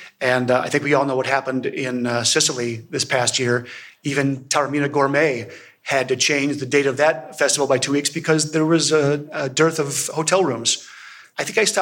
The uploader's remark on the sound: We present the session recordings from the wine2wine Business Forum 2023. Recorded during the Forum held in Verona in November 2023. Wine2wine Business Forum is an international wine business event, held annually in Verona, Italy since 2014.